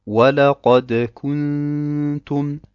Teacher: Man geht sofort nach der Dhamma zum Nun bzw. zum Ikhfa über.